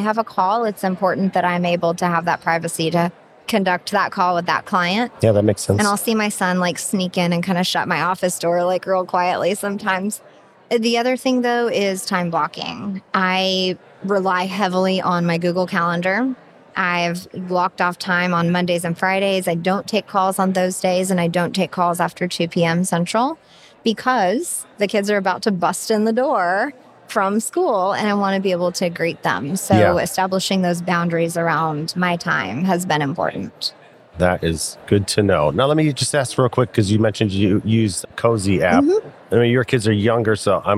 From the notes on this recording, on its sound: I tried something new this year at FinCon — recording live from the FinCon Podcast Booth.